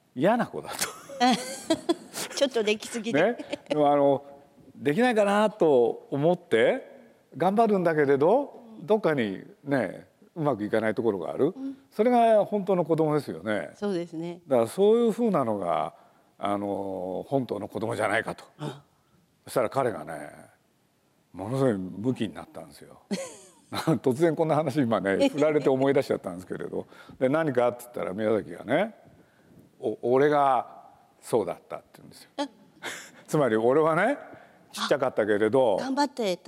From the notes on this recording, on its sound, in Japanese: 東京国際フォーラムで行われた、第70回全国幼児教育研究大会東京大会のスペシャルトーク。